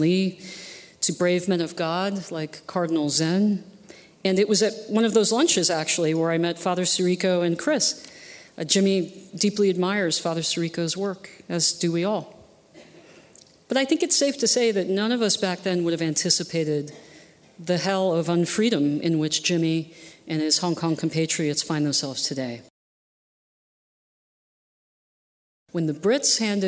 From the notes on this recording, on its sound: at this year's Acton Institute Annual Dinner